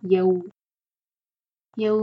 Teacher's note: यौ मदलीन है, या का जबर और वाओ अच्छे से कनेक्ट करना